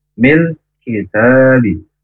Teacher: Huruf kaf, baik fathah kasroh domah sukun tetap hamas karena makhrajnya dari pangkal lidah agak ke depan. Sifat hurufnya yaitu hamas atau berdesir.